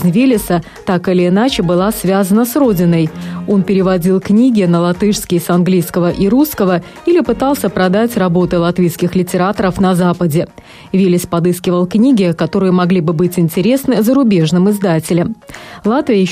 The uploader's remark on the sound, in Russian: по телефону